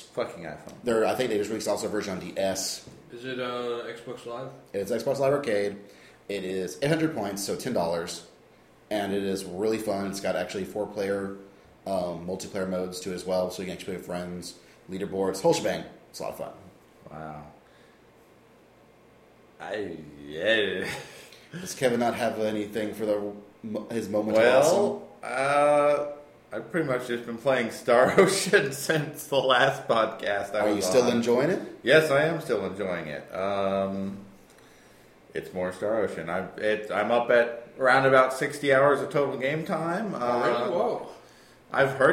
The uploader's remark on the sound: Deep within the underground (and also echo-y) OSMbunker